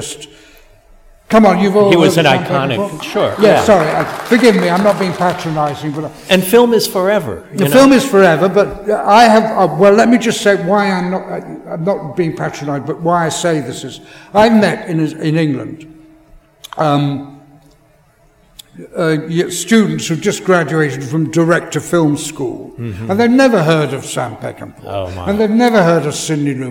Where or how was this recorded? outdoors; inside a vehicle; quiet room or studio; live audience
live audience